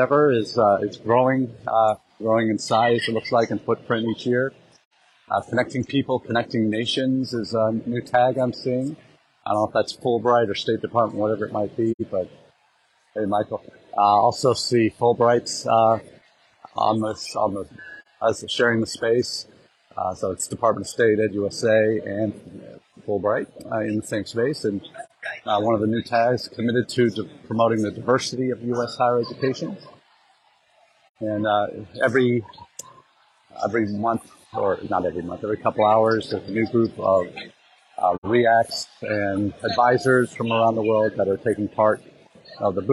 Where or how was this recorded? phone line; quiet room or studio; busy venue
busy venue